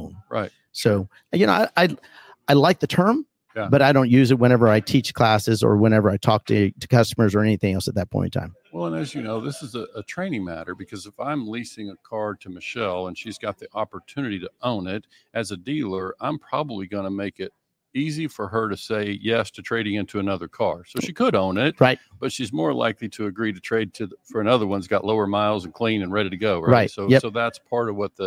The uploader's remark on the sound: LIVE from San Diego for the LHPH Summit.